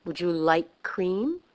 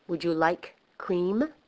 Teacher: When a word ends with a consonant and the next word starts with the same consonant sound, as in like cream, where although it is a K in like and a C in cream, it is the same sound, you only say it once. · Shown in: first take · Term: linking